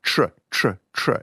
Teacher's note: your tongue making the T is curling up and the T sound is sort of folded back into the R